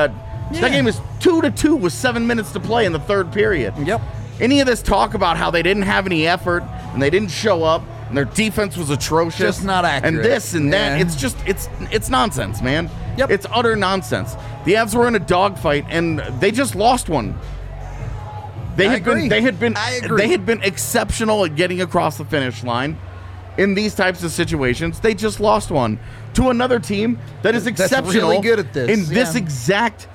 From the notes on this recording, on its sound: live from the DNVR Bar